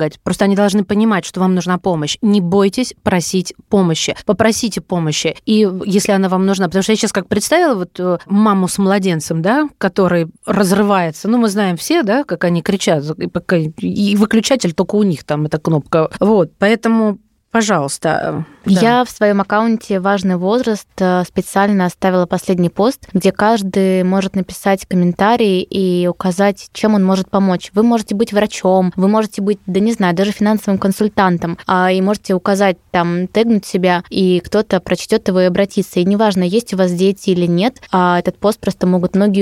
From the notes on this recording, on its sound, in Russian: По телефону